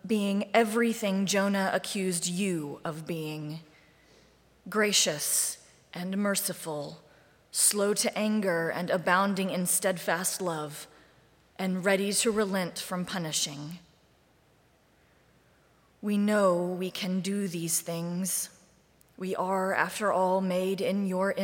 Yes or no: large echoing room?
yes